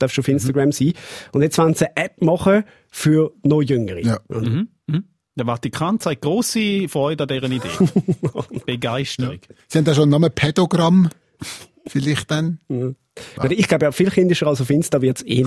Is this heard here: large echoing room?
no